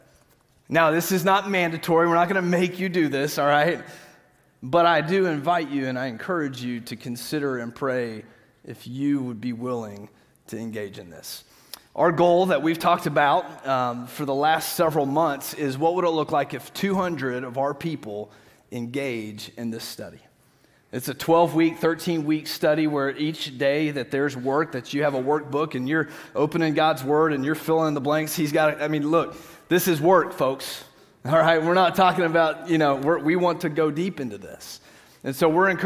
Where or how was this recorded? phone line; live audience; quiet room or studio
live audience